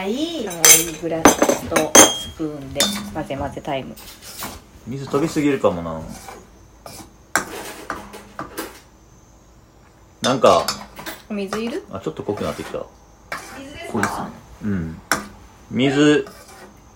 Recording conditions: sounds in the background